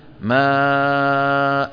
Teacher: مد عوض، مد عوض بمقدار حركتين